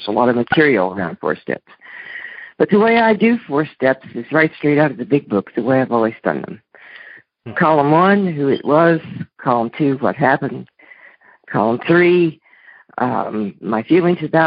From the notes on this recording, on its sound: Monday Noon Phone Speakers Series.